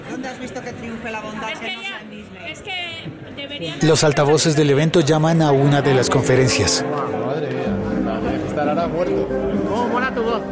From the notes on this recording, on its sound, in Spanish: JPOD Binaural. Un episodio pódcast grabado en sonido binaural, por las calles de Madrid, de camino a las Jornadas de Podcasting de España.